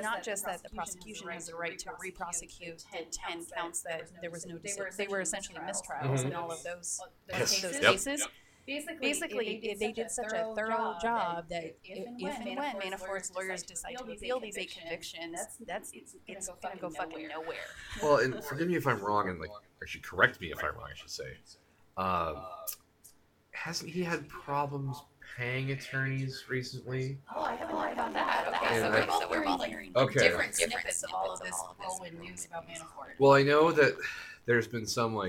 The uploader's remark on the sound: Recording a podcast together while in the same place! Couldn't get the technical issues figured out.